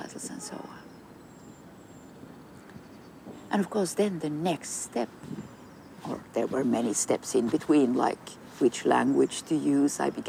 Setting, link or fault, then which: setting, outdoors